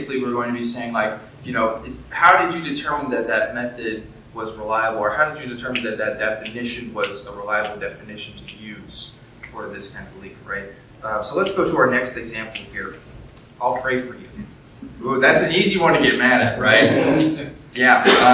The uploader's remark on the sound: Columbus, Ohio. My presentation for the Secular Student Alliance Convention 2018!